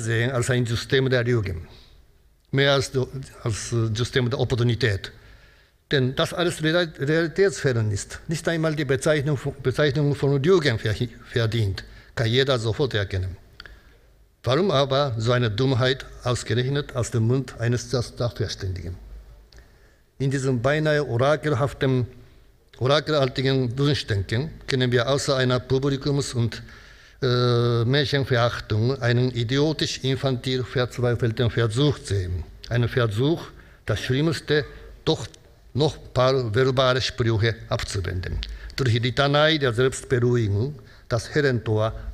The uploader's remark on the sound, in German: im zweiten Überblicksvortrag des Symposiums